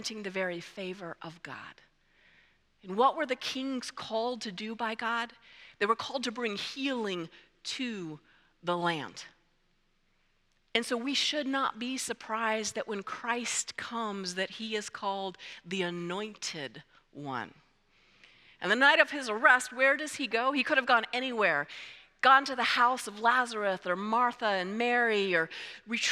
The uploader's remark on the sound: presented by Asbury Seminary Kentucky Chapel, recorded on Tuesday, February 27, 2024 at Asbury Theological Seminary's Kentucky campus